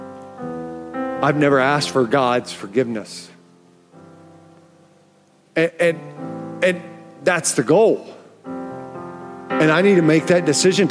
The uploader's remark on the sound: Welcome to Foundations Church Tulsa live! We're a church in Oklahoma.